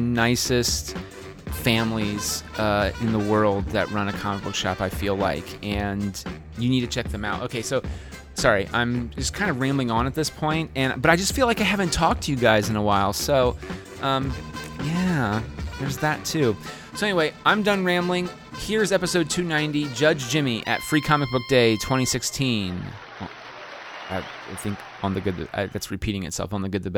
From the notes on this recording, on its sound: Free Comic Book Day 2016. Originally Recorded Live at Packrat Comics. Packrat Comics is a fun family friendly comic shop located in the heart of Old Hilliard.